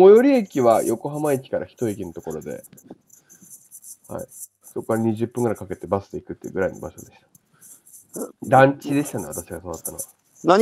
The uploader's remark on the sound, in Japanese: 歩きながら1時間、対談する